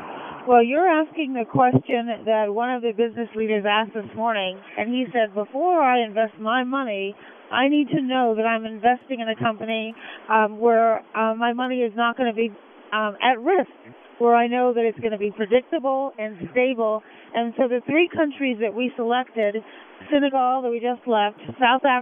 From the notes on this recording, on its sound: Calls Into The Madison Show From Air Force One. Called into The Madison Show on SiriusXM Urban View early Friday morning from aboard Air Force One.